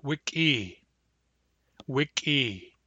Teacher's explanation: Notice that when we add the command ending to wick, the K hardens. That's because E is a hardening ending.